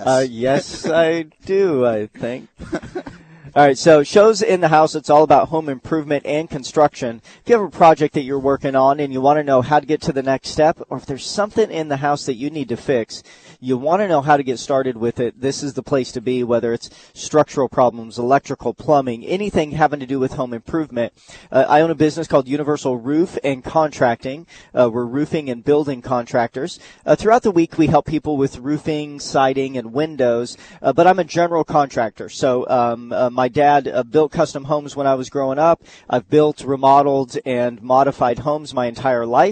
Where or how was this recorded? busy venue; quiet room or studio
busy venue